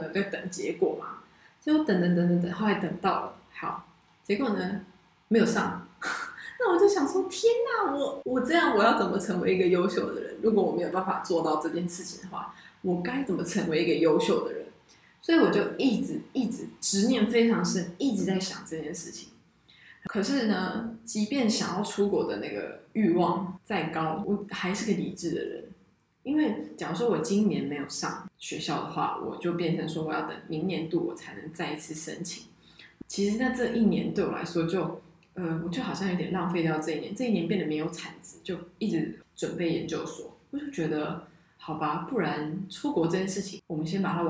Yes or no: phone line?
no